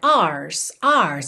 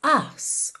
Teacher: Essa expressão, to dance your ass off, ass aqui é uma palavra do inglês britânico, que é A-R-S-E. Como eles não costumam enrolar o R, você não tem tanto aquela pronúncia ars, e sim ass · Shown in: second take